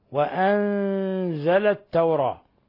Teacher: نون ساكنة جاء بعدها حرف الزاي، الحكم التجويدي إخفاء حقيقي. لفظ التوراة ليس لحفص فيها إلا الفتح كسائر القراء، غير أن ورش له فيها التقليل وجها واحدا، وقالون له فيها الخلاف، وجه يوافق ورشا وهو التقليل، ووجه يوافق حفصا وسائر القراء وهو الفتح.